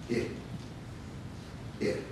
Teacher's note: They're very short, tight sounds. The I sound of all the vowels is the shortest, tightest sound. · Term: short I vowel